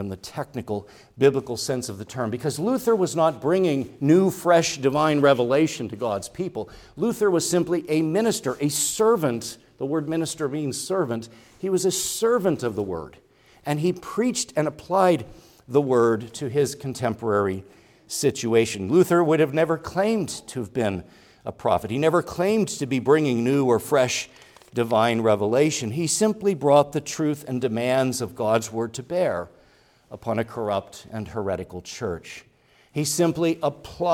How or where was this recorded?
large echoing room